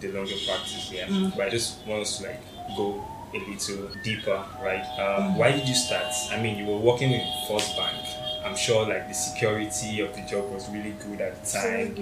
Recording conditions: background noise